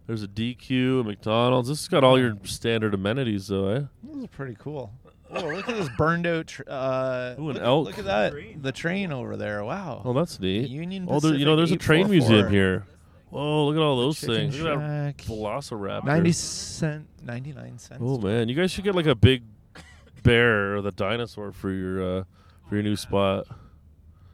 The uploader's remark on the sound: As we sort out audio levels while driving in a Buick Envision from Las Vegas to Boulder City.